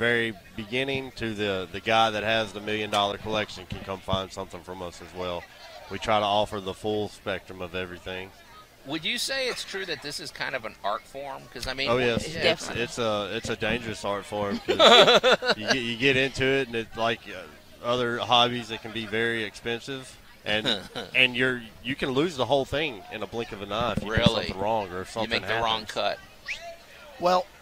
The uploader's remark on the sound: Live From The 2023 Cooper-Young Festival